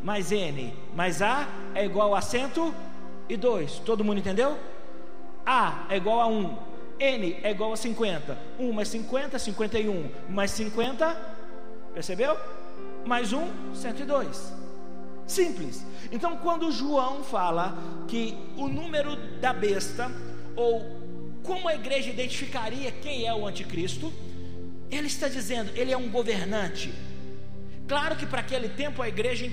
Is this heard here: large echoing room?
yes